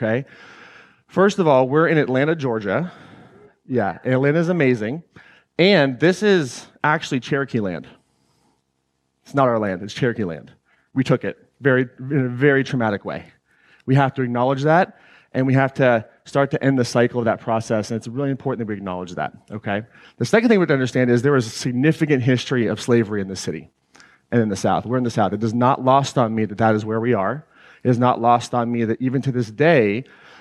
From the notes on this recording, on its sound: This excerpt was taken from the introduction to my 2019 Claim Your Power Live event in Atlanta, GA.